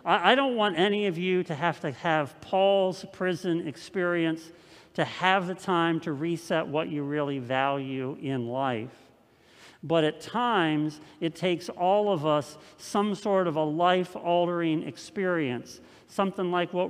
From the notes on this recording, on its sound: This message was first preached on November 8th 2020 at Linglestown Life Church in Harrisburg PA.